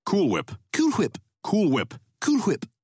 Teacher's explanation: Stewie pronounces Cool Whip with an H to annoy Brian